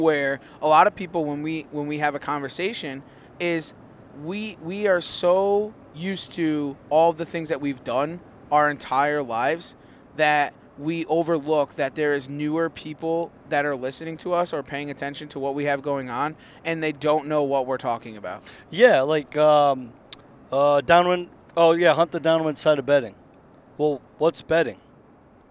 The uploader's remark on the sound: Driving home from GAOS Harrisburg PA